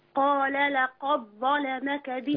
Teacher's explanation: هنعمل في اللام هنفخم هنغلظ تغليظ